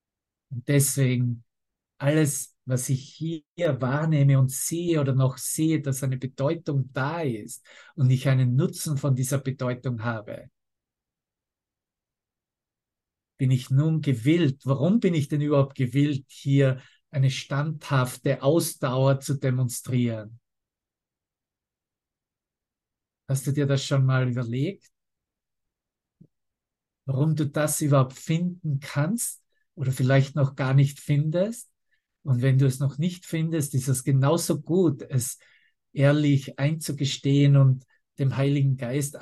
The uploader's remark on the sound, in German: Zoom-Session